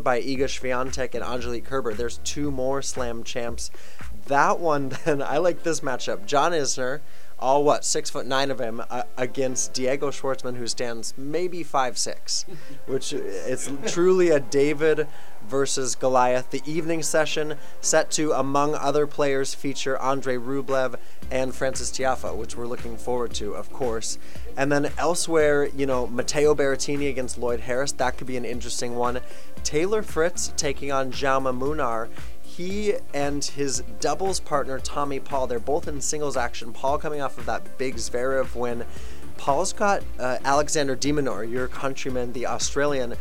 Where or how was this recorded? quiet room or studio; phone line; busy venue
busy venue